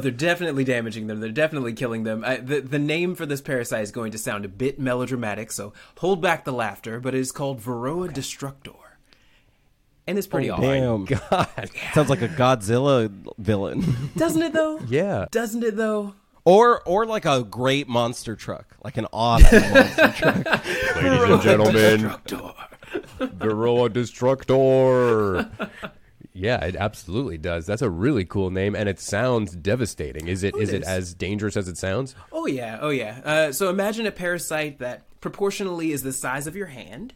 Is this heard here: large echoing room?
no